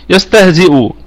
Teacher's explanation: يستهزئ، الكلمة كلها مرققة، والسين فيها الرخاوة، وفيها الهمس، وفيها الصفير